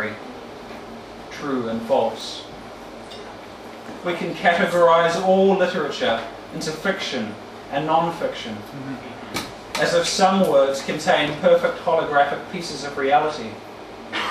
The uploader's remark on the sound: Recorded at the regular open mic at Oussou on Sydney Road, Melbourne on 2016-04-11.